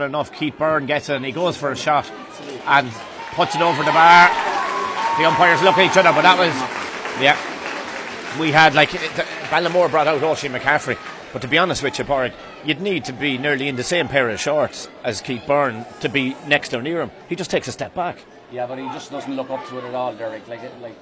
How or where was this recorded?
busy venue